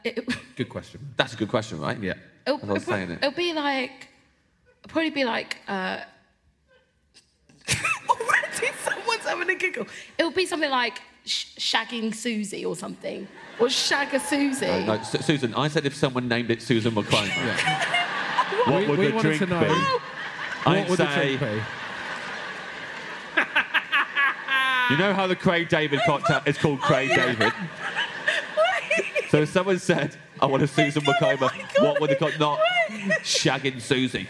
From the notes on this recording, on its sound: Recorded by Matt Mountford-Lister for Storm Productions Group live at the Bristol Hippodrome.